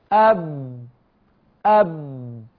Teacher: أب، لا ده في احتباس يا شيخ، لا في نفس بيجري ولا في صوت بيجري اصلا، ده الامر محتبس خالص، ده انا بطبق بين الشفتين في اطباق على الشفتين يا شيخ، ما بيمر نفس وما بيمر صوت. اب اب، يبقى اذا الصوت محتبس، وهذا ما يعرف بالشده